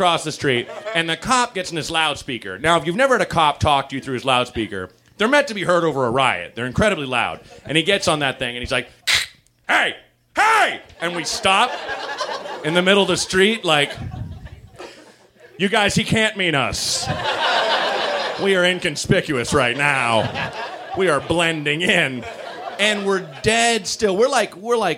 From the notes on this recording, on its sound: Recorded at Meltdown Comics in LA on December 15, 2010 in front of a live nerd audience.